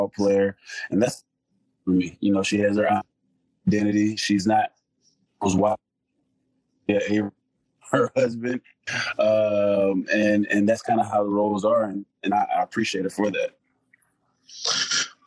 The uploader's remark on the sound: it sounds like we recorded from our individual bunkers